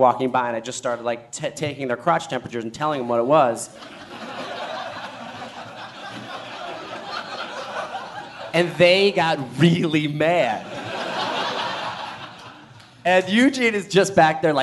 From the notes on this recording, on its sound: WTF crashes the SXSW Interactive festival with a live show overflowing with guests